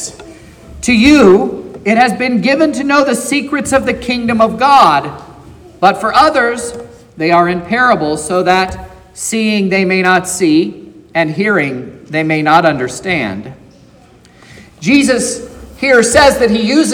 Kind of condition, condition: setting, large echoing room